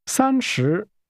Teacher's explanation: That's a high level tone and a falling tone.